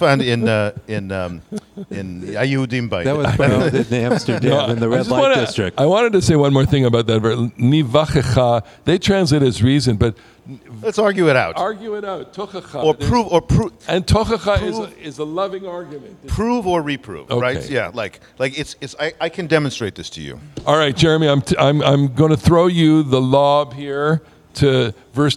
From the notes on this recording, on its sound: Recorfded live in the Bamat at Ramah Berkshires - where Parsha Talk was born!